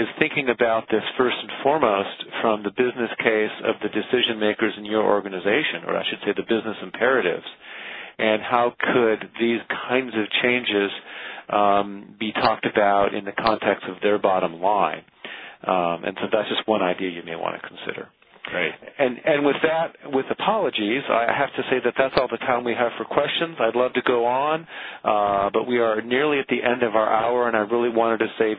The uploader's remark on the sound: April 2009 Author in the Room® Teleconference